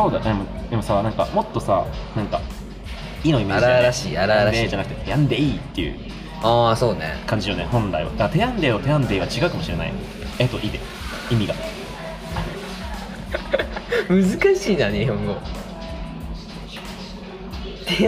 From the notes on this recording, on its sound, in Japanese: マクドナルドでのテスト収録。